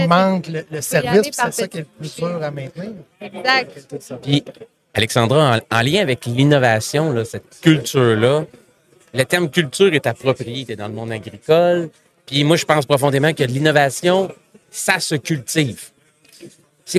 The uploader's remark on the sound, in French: En direct du Transal Saguenay